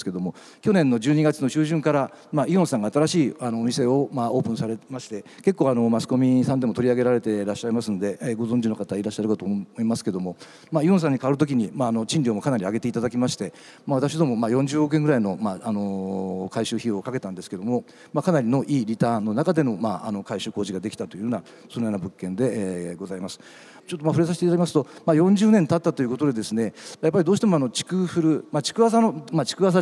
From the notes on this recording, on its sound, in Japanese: 東京証券取引所で開催した「J-REITファン2017」に登壇した